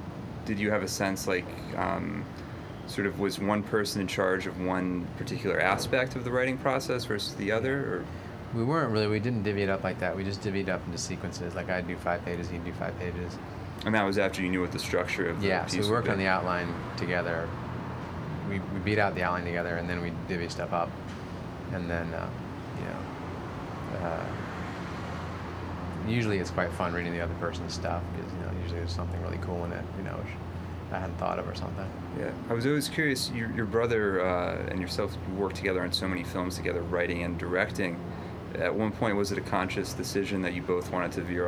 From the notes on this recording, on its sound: A press conference featuring actors